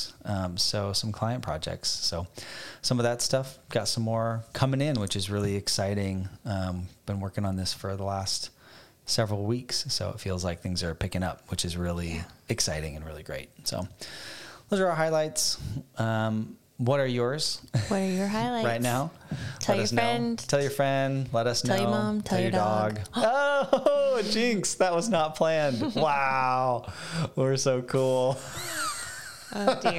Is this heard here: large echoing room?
no